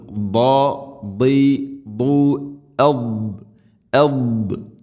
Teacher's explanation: ദാദിൻ്റെ ഉച്ചാരണം നാവിൻ്റെ ഏതെങ്കിലും ഒരു സൈഡ് അണപ്പല്ലുകളോട് ചേർന്ന് നിൽക്കണം